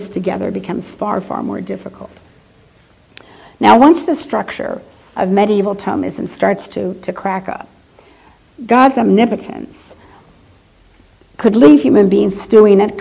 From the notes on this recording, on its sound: She delivered this lecture on April , 2008 at the University of Chicago's Swift Hall.